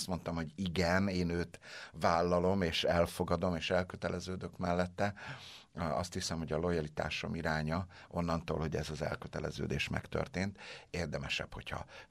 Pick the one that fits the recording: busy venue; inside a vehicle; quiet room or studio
quiet room or studio